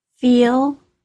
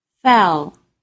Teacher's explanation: With these two sounds, the long E takes more time to say than the short E. That is not true of all pairs between long and short vowels, but it is with these.